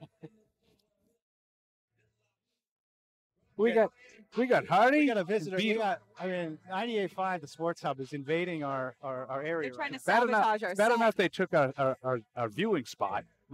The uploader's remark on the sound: Live from Day 1 of Training Camp. Broadcast live from Patriots Training Camp.